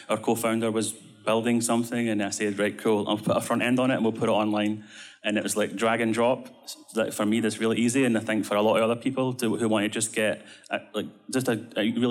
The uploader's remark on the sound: Recorded Live in Miami Beach at the Ordinals 2023 Conference.